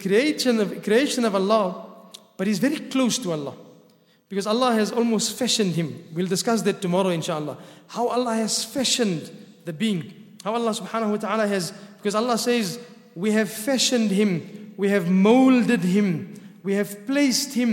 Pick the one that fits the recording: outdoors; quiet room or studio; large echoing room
large echoing room